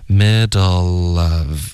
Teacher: middle 结尾你的舌尖要顶上颚，OK，然后再连到 of middleof，然后你就听到一个了的音了 · Term: 连读